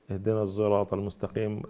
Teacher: الصاد المشمة صوت الزاي